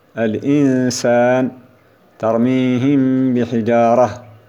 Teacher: ومثال الغنة الكاملة في النون والميم المخفاتين